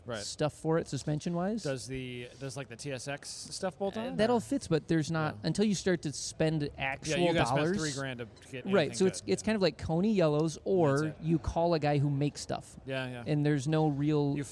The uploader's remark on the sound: headed north for the day to visit beautiful Blackhawk Farms raceway and record with many friends and previous guests competing in One Lap of America